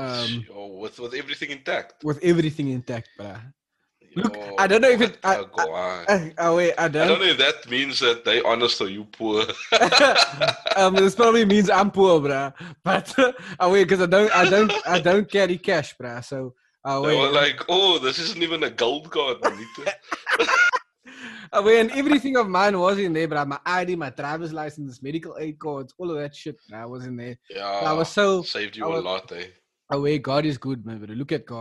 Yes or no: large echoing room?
no